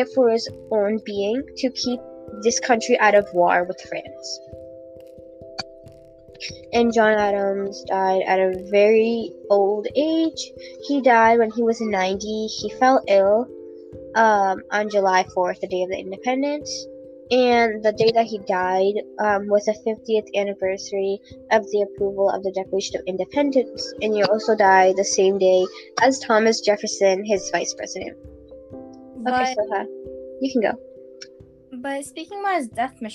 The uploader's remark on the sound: WARNING HEADPHONE USERS!